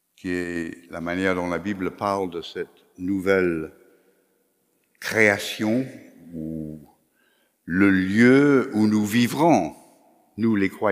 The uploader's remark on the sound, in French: Enregistré à l'église CVV, le 19/09/2021